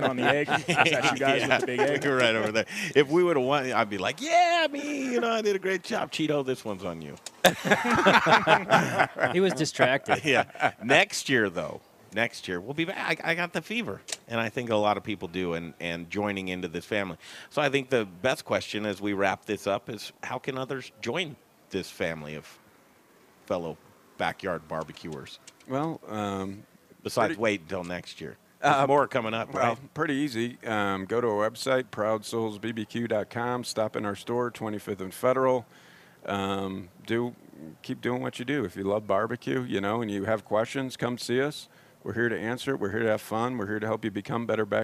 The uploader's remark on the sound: Live from Proud Souls Barbecue and Provisions Rib Competition! 2nd annual backyard rib competition!